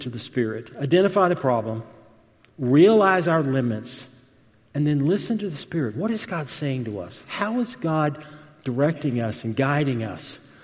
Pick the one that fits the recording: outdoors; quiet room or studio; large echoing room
large echoing room